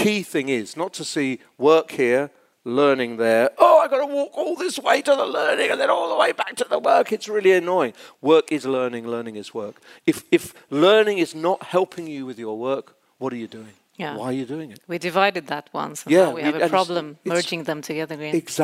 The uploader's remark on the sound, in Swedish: en inspelning av ett livesamtal från scenen på Learning Conference i september 2023 i Stockholm